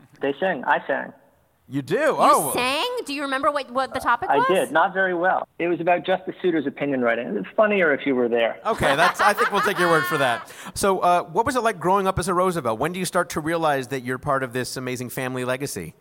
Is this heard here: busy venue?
yes